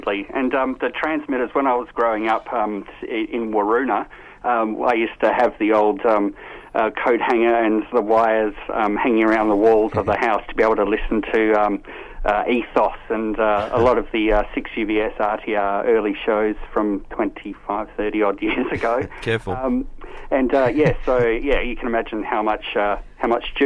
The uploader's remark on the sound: MELBOURNE. I just called in and went to air to lend my support.